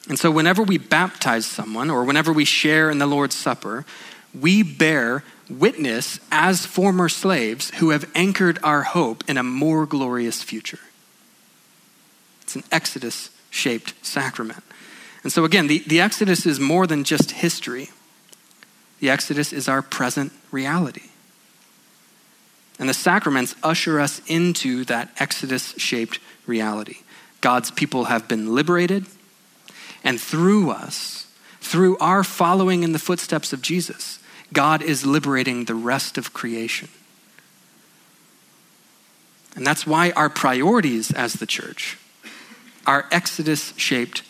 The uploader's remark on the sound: at Sojourn Galleria Church on Sunday, June 23, 2019